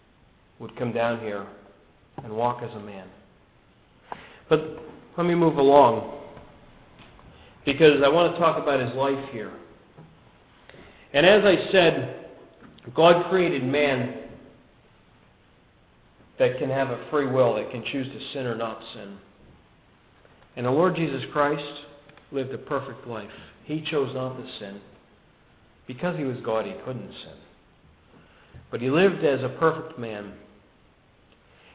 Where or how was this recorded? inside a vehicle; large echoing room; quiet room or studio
large echoing room